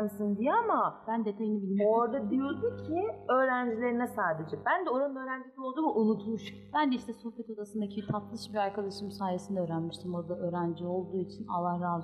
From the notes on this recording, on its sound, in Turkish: Teknik birkaç hata yaşadık ama güzel bir kayıt oldu.